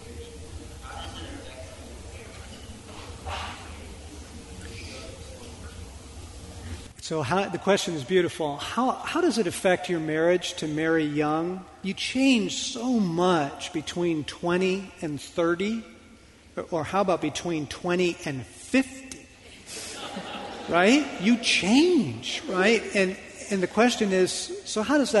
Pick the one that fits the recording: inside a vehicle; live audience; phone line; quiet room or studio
live audience